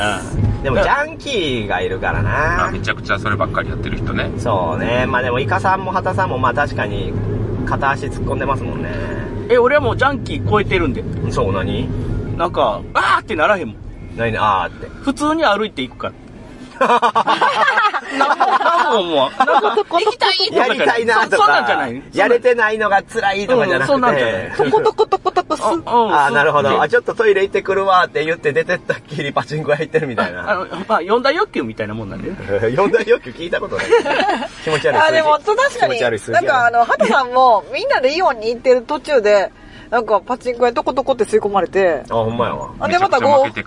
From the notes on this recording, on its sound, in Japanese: 一部、屋外での収録のため、騒音雑音が入っております。